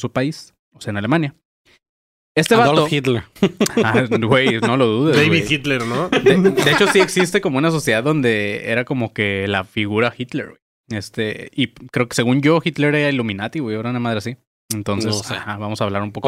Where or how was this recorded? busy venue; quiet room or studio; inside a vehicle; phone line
quiet room or studio